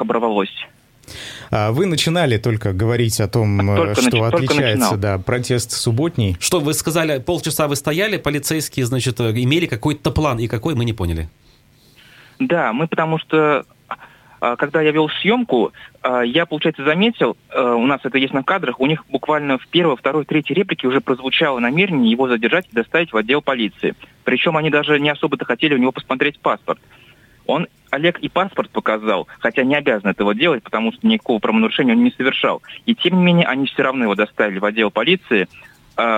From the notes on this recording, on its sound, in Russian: По телефону